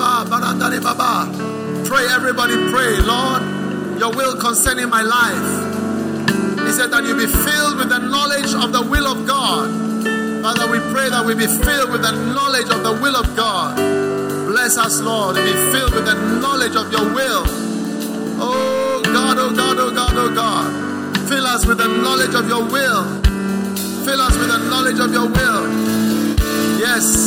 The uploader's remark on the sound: Preached at the First Love Center, Accra.